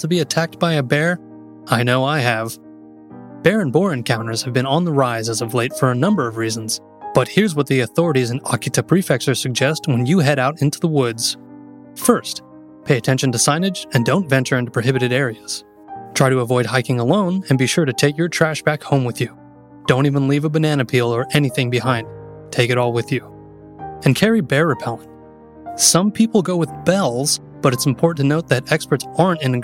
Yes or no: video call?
no